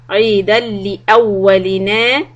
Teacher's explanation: this is idgham without any ghunna